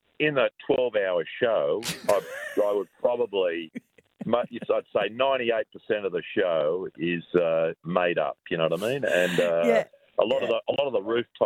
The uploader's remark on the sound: live from the back of a limo!